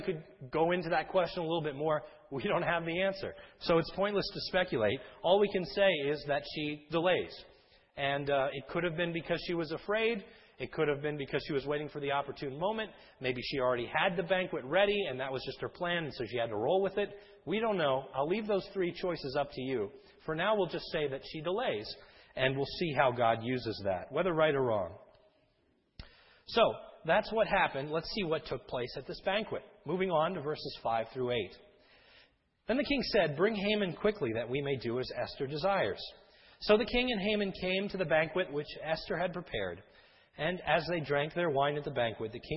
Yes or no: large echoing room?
yes